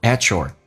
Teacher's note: T 加也发 ch 这个发音